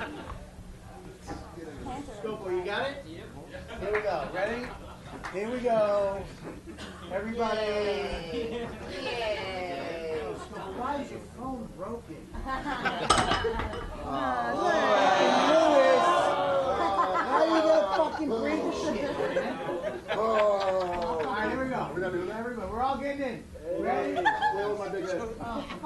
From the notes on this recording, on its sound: It's a special live edition recorded at the Village Underground Lounge!